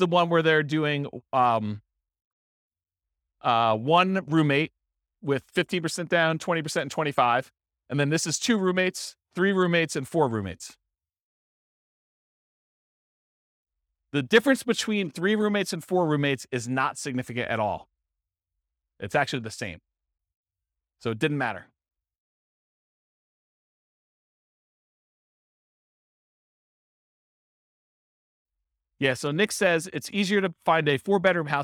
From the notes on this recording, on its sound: This was a live class recorded